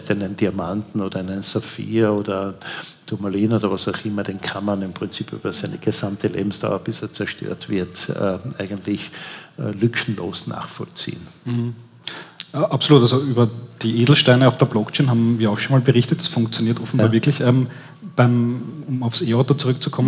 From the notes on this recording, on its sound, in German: Live-Podcast. Im Polestar Store in der Wiener Innenstadt aufgenommen wurde.